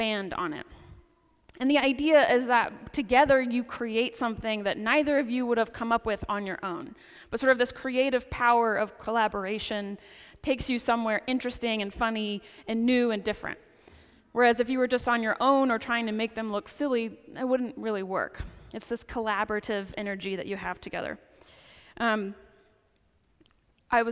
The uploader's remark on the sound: Preaches at the 10 am service on the Twelfth Sunday after Pentecost at St. Paul's Episcopal Church in Winston-Salem, NC.